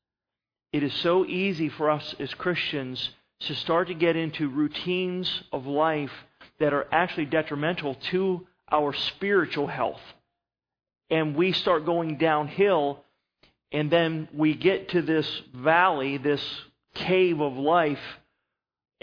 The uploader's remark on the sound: Sermon was recorded September 04, 2011 at Northside Baptist Church of Elkhart, Indiana